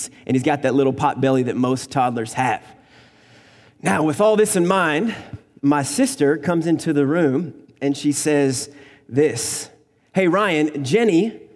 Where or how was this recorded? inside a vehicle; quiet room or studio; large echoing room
large echoing room